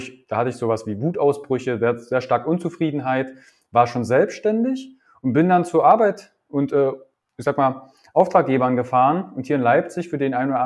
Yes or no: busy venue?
no